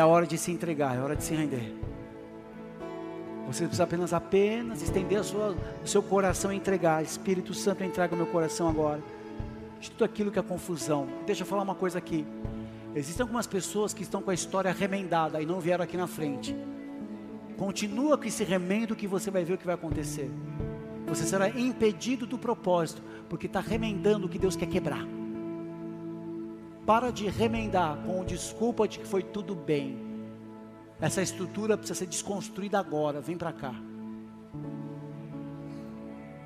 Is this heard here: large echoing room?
yes